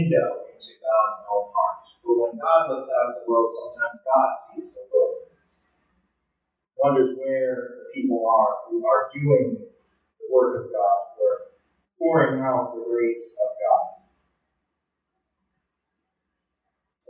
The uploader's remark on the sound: Recorded Sunday July 16, 2023 in the Union Congregational Church Chapel.